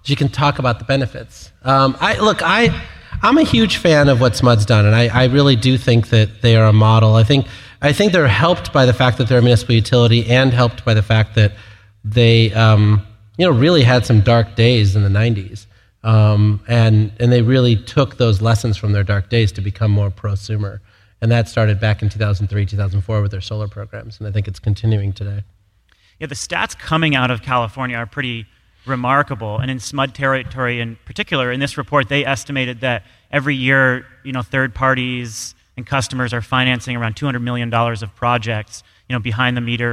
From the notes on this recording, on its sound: we're coming to you live from Grid Edge World Forum